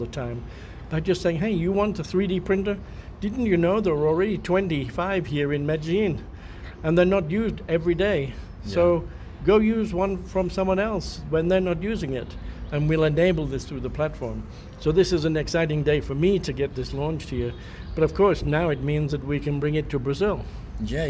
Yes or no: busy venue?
yes